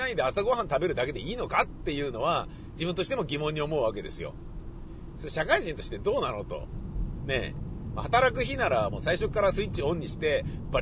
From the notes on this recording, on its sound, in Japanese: 雨だったので、車で放送局に向かい車で自宅へ戻りました。その道中で車の中でぶつぶつ喋っております。